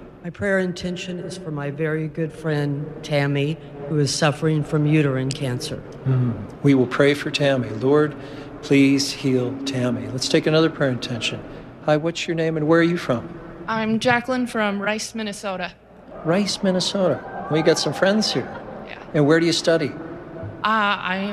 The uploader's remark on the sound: Family Rosary Across America from the SEEK Conference. Prays the Glorious Mysteries of the Rosary from the SEEK Conference with thousands of college students in St.